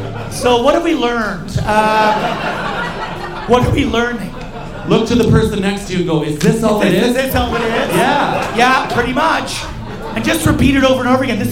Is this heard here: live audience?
yes